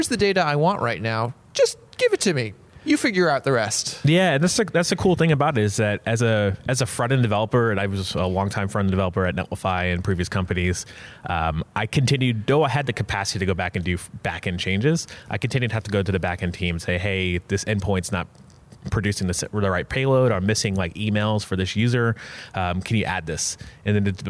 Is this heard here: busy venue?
yes